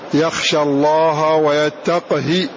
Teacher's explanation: ويتقه أسكن القاف وكسر الهاء من غير مد لها، فلا تفهم من قوله بالقصر هنا أنه ضد المد، لا، القصر هنا ذهاب المد كلية. · Term: بسكون القاف والقصر